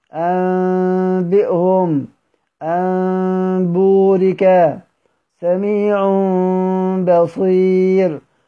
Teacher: فاتفقوا على قلب النون الساكنة والتنوين ميما خالصة